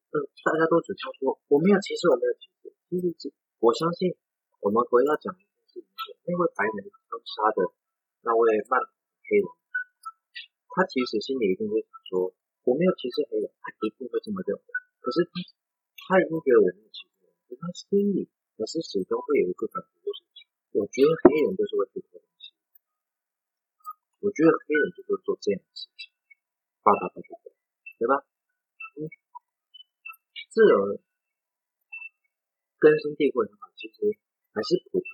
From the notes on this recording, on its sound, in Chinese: 一定會換錄音設備這次再請大家，忍耐一下